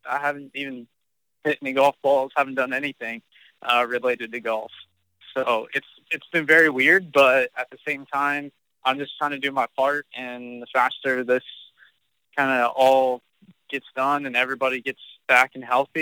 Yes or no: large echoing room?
no